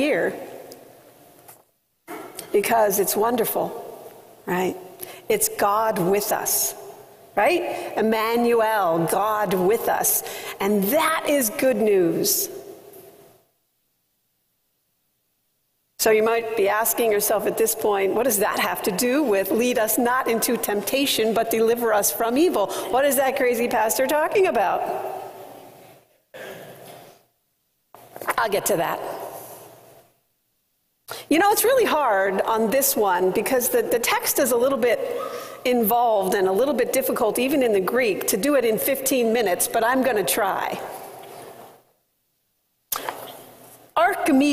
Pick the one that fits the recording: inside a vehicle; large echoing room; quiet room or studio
large echoing room